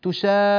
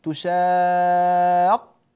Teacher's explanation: جئت بهذه الألف الطويلة وبعدها قاف ساكنة ثم قاف مضمومة، تشاق هذه قاف ساكنة، قون هذه قاف مضمومة. · Term: المشدد